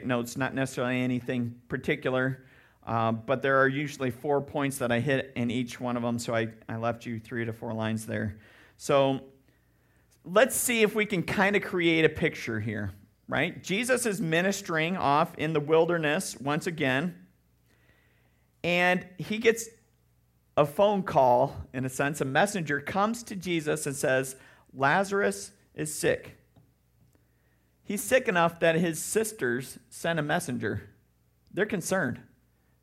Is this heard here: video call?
no